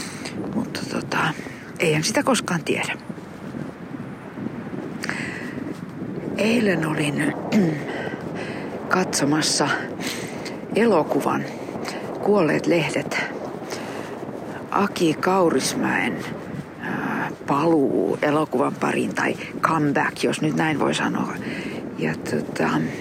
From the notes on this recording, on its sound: a series of conversations in Finnish recorded with a pine tree on the shore of Mustikkamaa Island in Helsinki in 2024